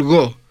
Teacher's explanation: subo la parte de atrás de la lengua y aparece la gutural go